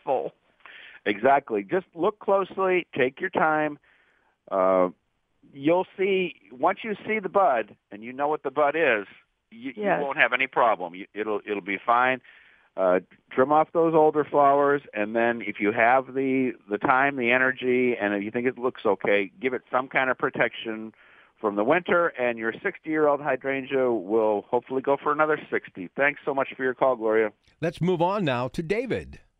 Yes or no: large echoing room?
no